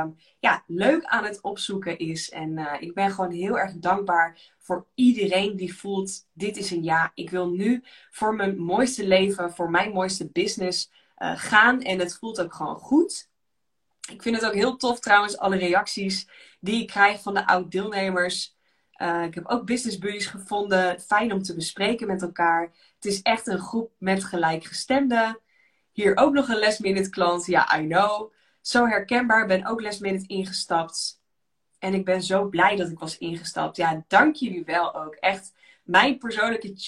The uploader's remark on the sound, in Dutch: Insta live opname